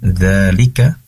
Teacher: kaf di sini pendek, tidak perlu dipanjangkan seperti matobi'i